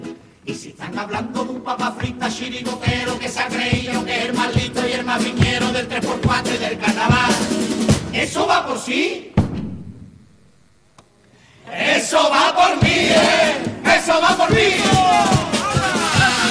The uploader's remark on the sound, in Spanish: En las semifinales del COAC 2024. En directo desde el Gran Teatro Falla de Cádiz. Retransmisión del Concurso Oficial de Agrupaciones Carnavalescas del Carnaval de Cádiz 2024 en Onda Cero Cádiz.